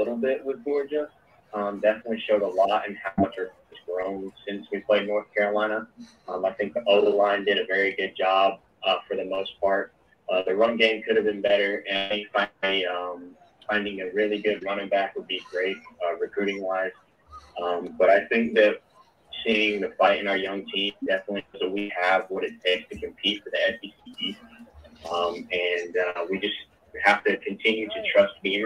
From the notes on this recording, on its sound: Plus, hear from Gamecock fans who called into the program and weighed in.